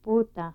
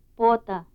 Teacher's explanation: minimal pairs contrasting the high back vowel and the mid back vowel